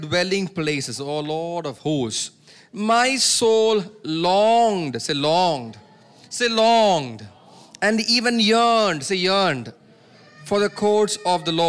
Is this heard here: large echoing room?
yes